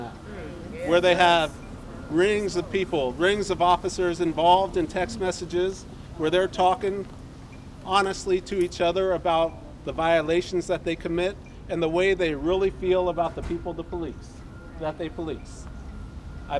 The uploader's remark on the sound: We’ll also hear sounds from the 9 year memorial for Pedie Perez who was killed by Richmond police in 2014. This remarkable radio station, KPFA.